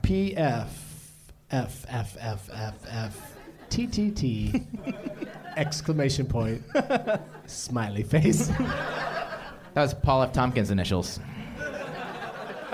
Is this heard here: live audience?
yes